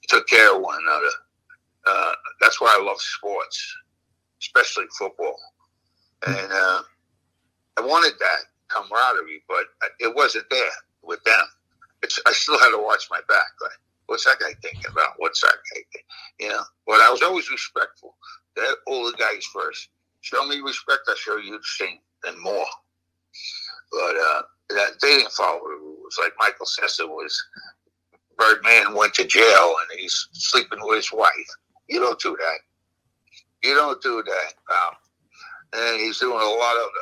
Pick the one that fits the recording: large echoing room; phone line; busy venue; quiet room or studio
phone line